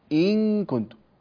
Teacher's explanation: في حالة الإخفاء في حرف الكاف يلتصق اللسان في مخرج الكاف